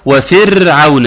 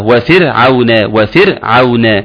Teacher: والمفروض ان الراء تكون راء واحدة · Shown in: second take